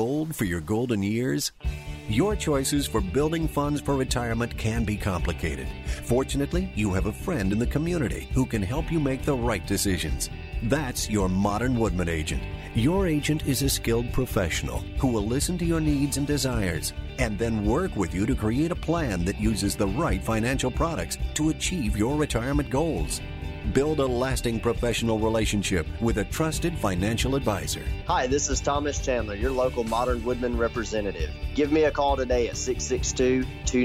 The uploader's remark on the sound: joined on the Modern Woodmen phone line